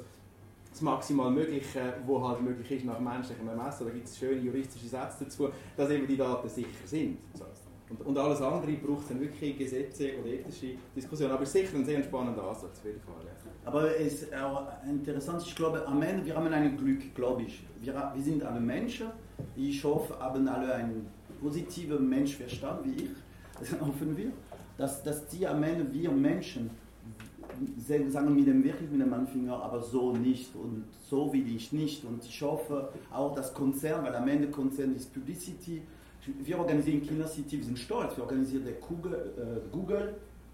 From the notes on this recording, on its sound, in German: Prakriti Unternehmerfrühstück LIVE AUFZEICHNUNG. Eine Liveaufzeichung des Prakriti Unternehmerfrühstücks. Die über 30 Investoren und Unternehmern durch einen interessanten Morgen mit wechselnden Gästen führt.